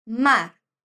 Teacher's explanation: a gente pronuncia a R do final com uma pequena vibração